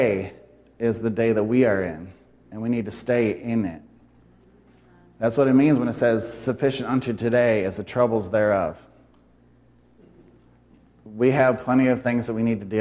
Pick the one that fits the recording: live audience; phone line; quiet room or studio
live audience